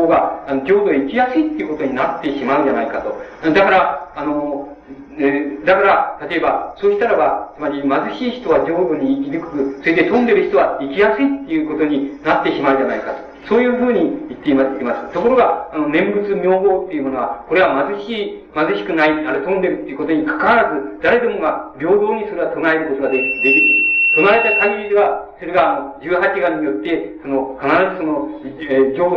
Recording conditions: poor sound quality